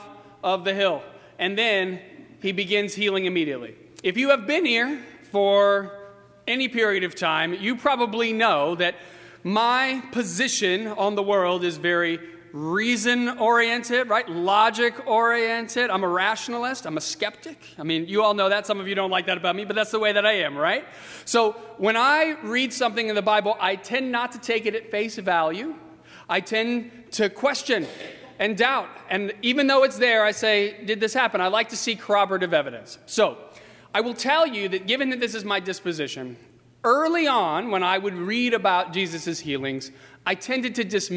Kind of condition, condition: setting, large echoing room